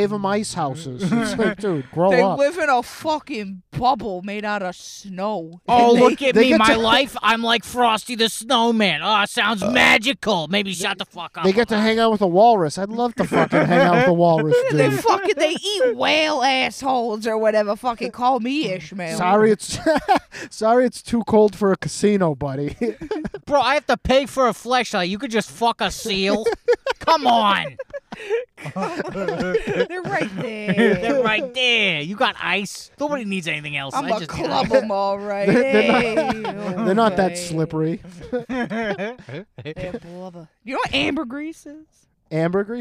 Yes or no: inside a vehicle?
yes